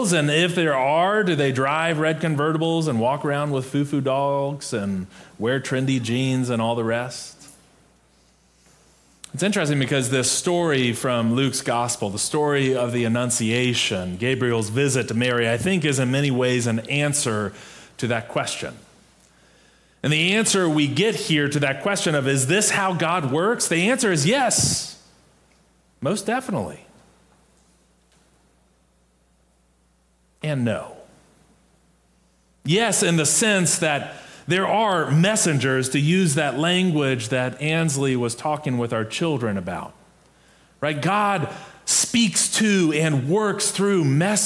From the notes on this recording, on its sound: Preached on December 11, 2022, in our MorningSong worship service.